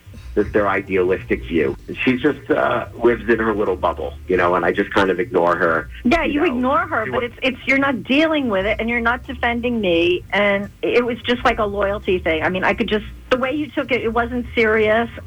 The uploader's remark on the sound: get her on the phone